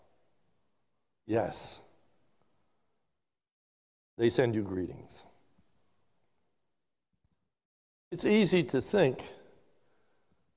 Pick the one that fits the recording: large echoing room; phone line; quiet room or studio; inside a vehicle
large echoing room